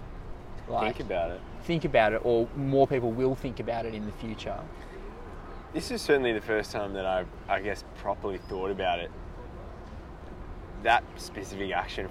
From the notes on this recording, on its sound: live from Barangaroo boardwalk!